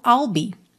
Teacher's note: você tem o I'll e já leva a língua lá no céu da boca para encerrar esse som